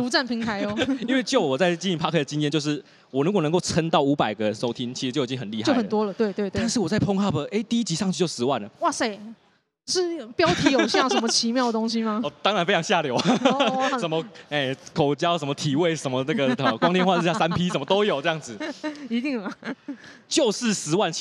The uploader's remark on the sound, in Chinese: 這一集出外景！來到台南講open mic，表演完立刻就在肯德基錄podcast！